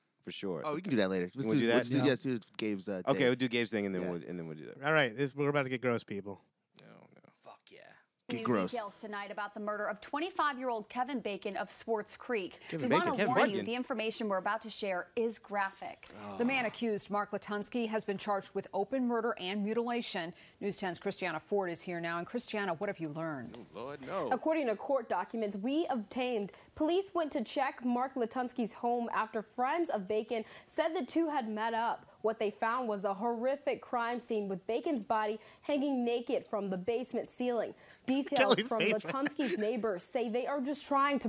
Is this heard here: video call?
no